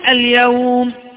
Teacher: لأن فيها حرف لين وهو الياء، ياء ساكنة قبلها مفتوح. نحن نعلم جميعا أن حروف اللين هي الواو والياء المفتوح ما قبلهما، الواو والياء الساكنتان المفتوح ما قبلهما. · Term: لين عارض للسكون